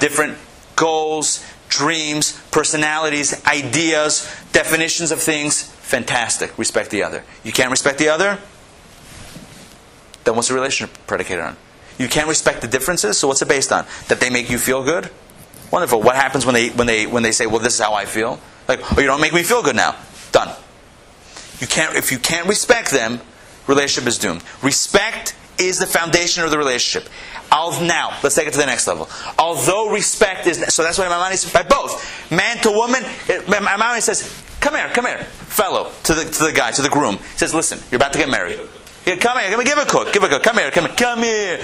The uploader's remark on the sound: Recorded live at the Intown Jewish Academy